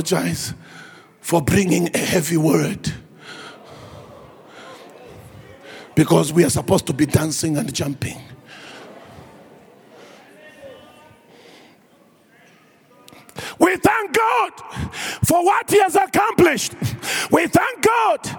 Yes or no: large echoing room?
yes